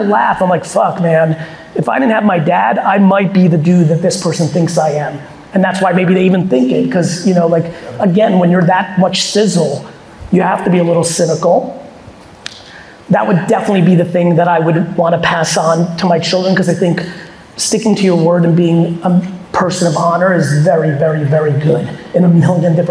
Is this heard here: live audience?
yes